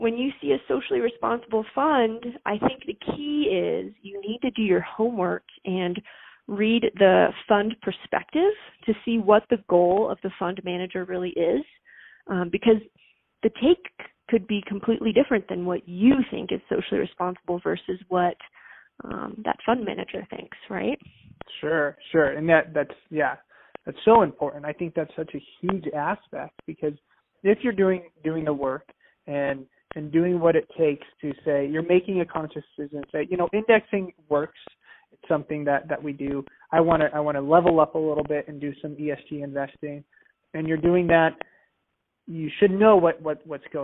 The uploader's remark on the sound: Phone Audio